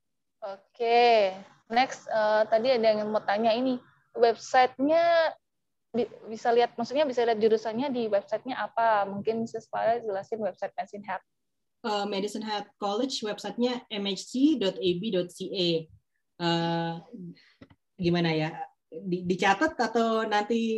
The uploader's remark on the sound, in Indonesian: dalam sesi zoom kali ini